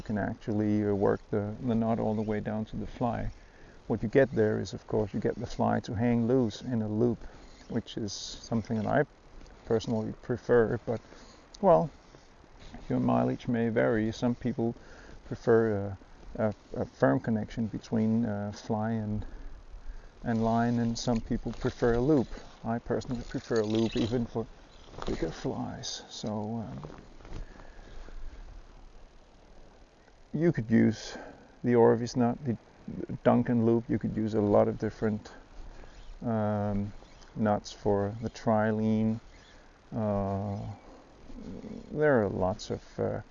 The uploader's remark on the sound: During a trip for sea trout (one caught while NOT recording)